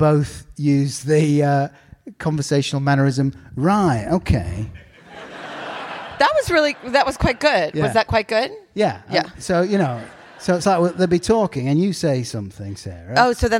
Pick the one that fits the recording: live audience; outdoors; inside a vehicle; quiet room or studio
live audience